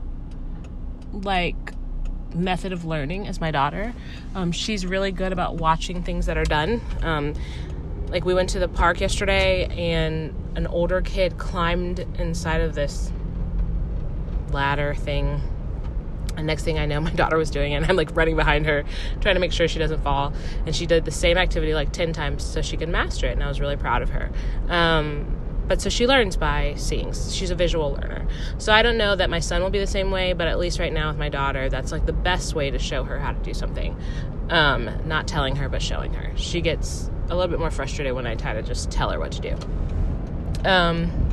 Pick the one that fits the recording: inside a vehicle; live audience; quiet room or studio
inside a vehicle